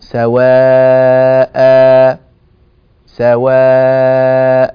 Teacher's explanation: فإذا وقفنا عليها وقد فعلنا ذلك لبيان هذا الحكم فإن التنوين يتحول إلى ألف مادية بمقدار حركتين، فنقول سواء سواء هكذا. · Term: مد عوض